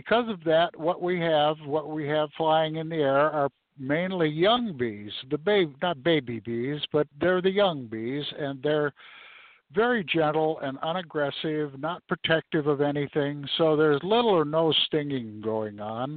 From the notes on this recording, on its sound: Live From The Honey Bee Yard.